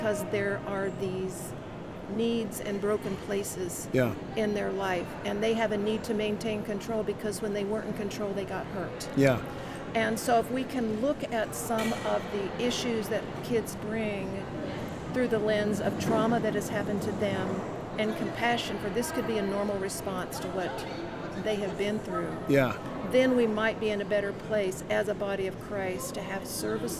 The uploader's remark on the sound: LIVE from CPE 2022!